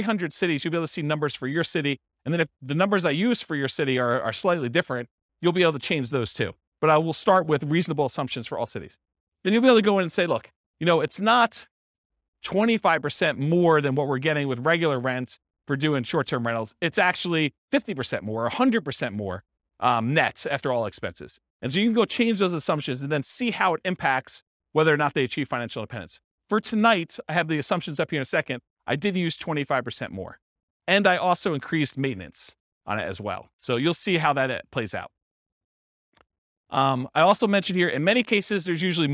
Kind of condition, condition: setting, live audience